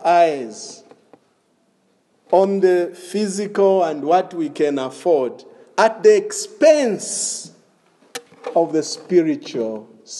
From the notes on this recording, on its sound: This is a sermon preached in the evening of August 1, 2021 at Crossway Baptist Church